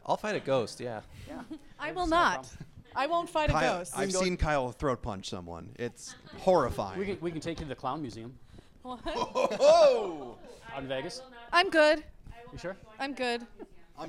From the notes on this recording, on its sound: Spooky Time LIVE! with Ghost Land Society At Club M81.